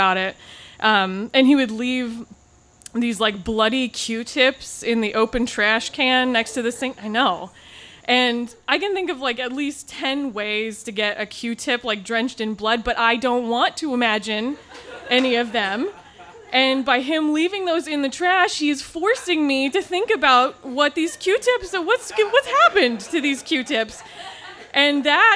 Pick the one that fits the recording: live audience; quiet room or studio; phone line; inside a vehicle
live audience